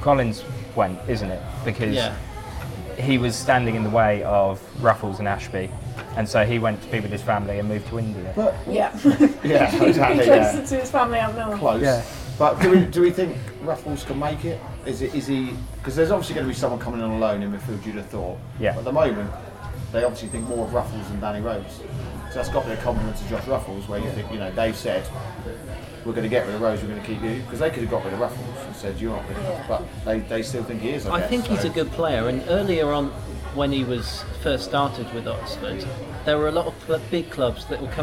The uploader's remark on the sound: recorded at the Boundary House, Abingdon